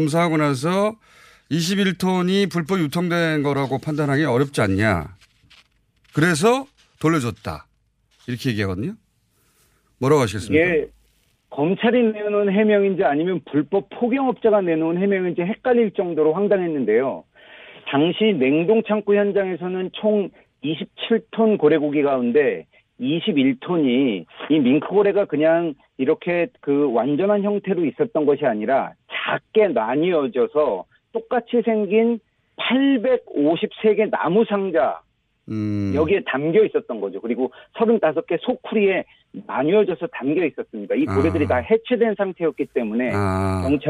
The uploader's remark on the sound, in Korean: 전화연결